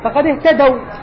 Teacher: هذه واو لين وليست واو مد لأن ساكن وقبلها فتح